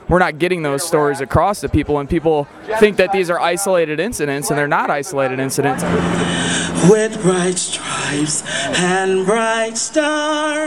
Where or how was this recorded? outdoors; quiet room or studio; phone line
outdoors